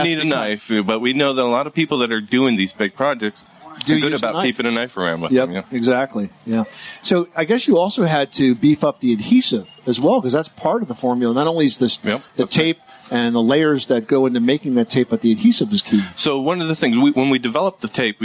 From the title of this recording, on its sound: Live from the 2018 National Hardware Show